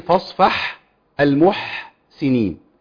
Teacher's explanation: الحاء لابد من جارين نفس في مخرج الحاء. كان الشيخ دايما يقول بحبح الحاء.